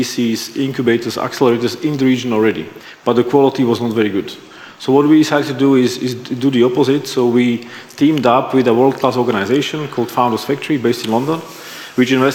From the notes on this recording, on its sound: The episode was recorded during the CEE Sustainable Finance Summit in May 2022.